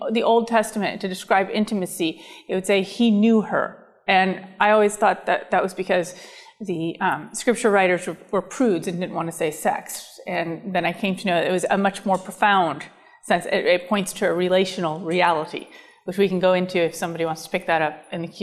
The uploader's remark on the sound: talk was part of the Woman: Gift in Culture and Church Conference at Franciscan University of Steubenville